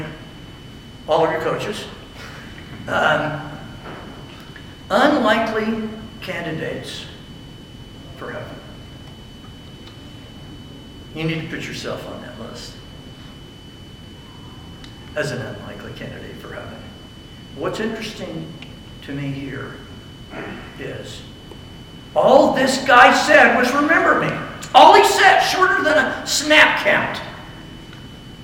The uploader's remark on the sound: I delivered the following message at a chapel service for a football team.